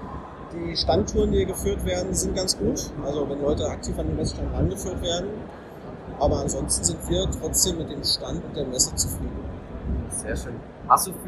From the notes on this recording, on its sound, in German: Soundqualität auf Wish bestellt // OMR Recap. Leider ist der Ton nicht so gut geworden, da die Hintergrundgeräusche zu laut waren.